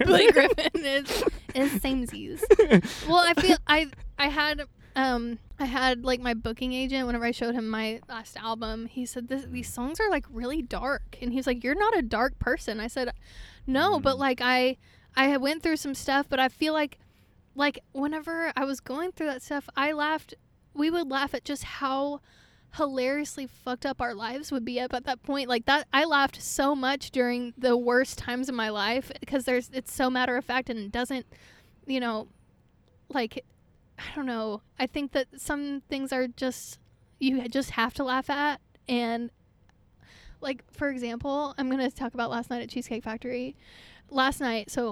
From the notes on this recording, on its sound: in her car backstage after her set at the wonderful Orange Blossom Revue Festival in Lake Wales, FL